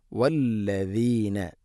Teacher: നാവിൻ്റെ അറ്റം മുൻപല്ലുകളുടെ ഇരുനിരകൾക്കിടയിലൂടെ അല്പം പുറത്തോട്ട് നിൽക്കണം. വല്ലദീന വാവിന് ശബ്ദുണ്ട്, അതുപോലെ ഹംസ ഒക്കെ കൃത്യമായിട്ട് നമ്മുടെ പാരായണത്തിൽ കൊണ്ടുവരണം. · Term: ദാലിൻ്റെ ഉച്ചാരണം